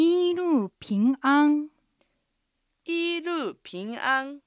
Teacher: アクセントのイールーはイーは一声、ルーは下がる四声、平安はピンは上がる二声、安は平板の一声